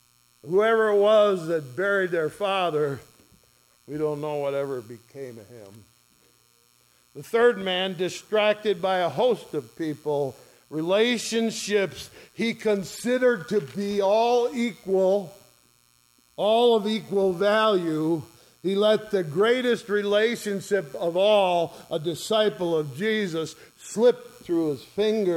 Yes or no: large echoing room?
yes